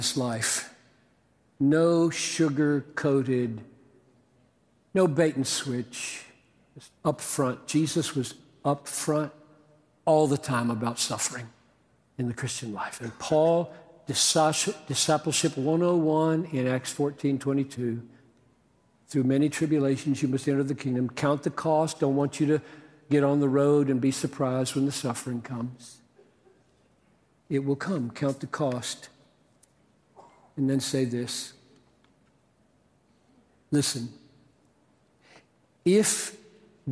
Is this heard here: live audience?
yes